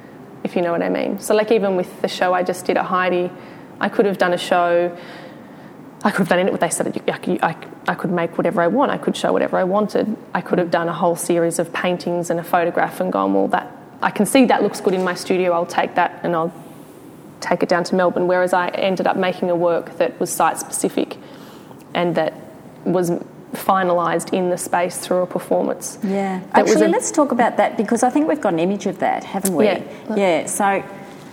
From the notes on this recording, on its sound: Recorded in front of a live audience at Newcastle Art Gallery.